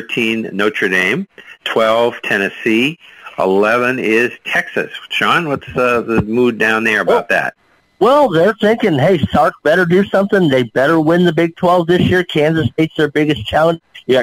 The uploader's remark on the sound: take your live calls